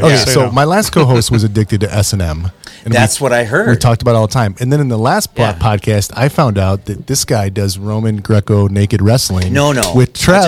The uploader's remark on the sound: Recorded onsite at the brewery